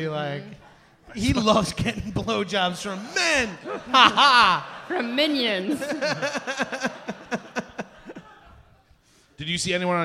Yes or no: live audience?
yes